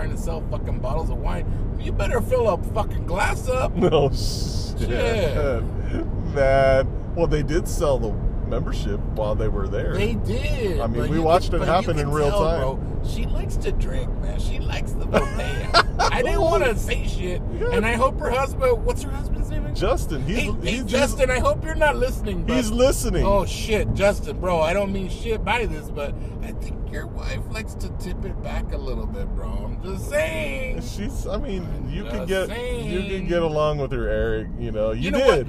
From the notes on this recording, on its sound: ROAD TRIP! Talk about their problems all the way home. We can hear the engine noise too.